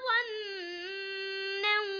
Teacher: النون هنا مشددة وتغن بمقدار حركتين